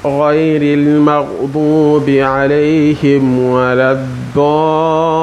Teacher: Six counts. So you elongate the madda up till six counts. · Term: al-maddu al-lazim al-musaqqil al-kalima